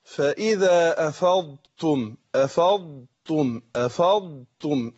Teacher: هنا الضاد لا تضغم في التاء، لأن الضاد أقوى من التاء، فلا تضغم الضاد في التاء.